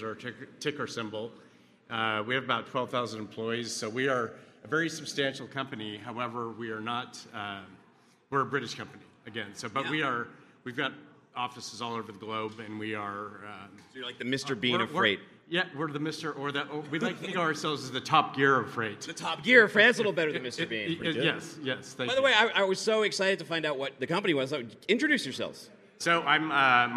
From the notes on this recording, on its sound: coming to you live from day 2 at FreightWaves’ Future of Freight Festival